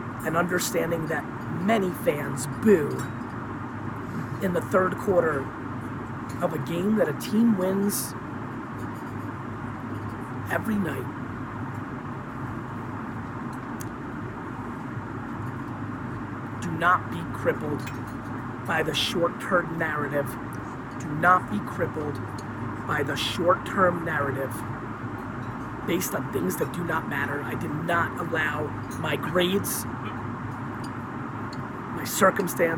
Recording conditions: phone or laptop microphone